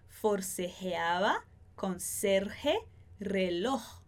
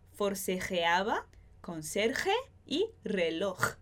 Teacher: Com o J mais forte, esse som aquí mais na garganta.